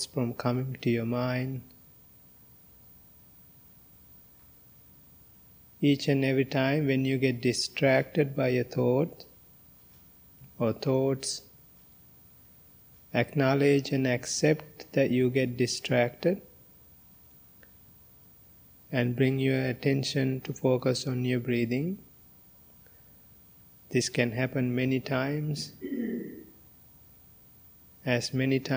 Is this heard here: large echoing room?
yes